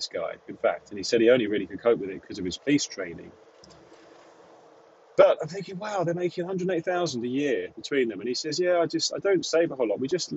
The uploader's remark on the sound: Chats from the van. I'm experimenting with these off the cuff monologues recorded in the van when I'm on my way home from installations or quotes.